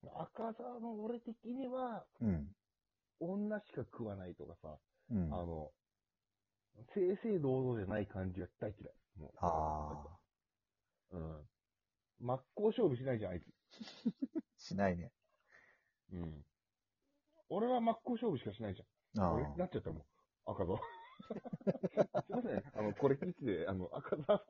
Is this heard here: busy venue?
no